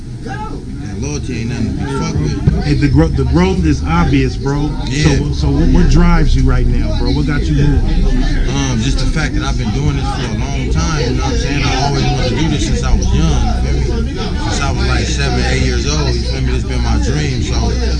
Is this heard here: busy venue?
yes